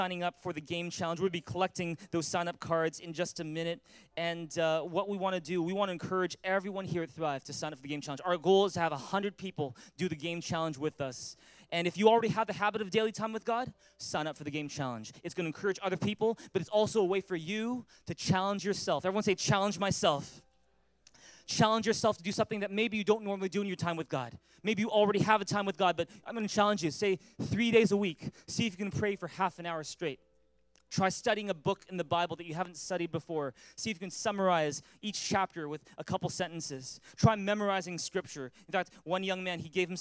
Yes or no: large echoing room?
yes